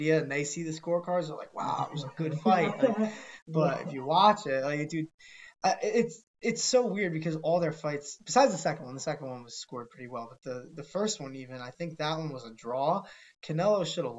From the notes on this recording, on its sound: We apologize for any audio issues, there were a bunch during the editing process of this one.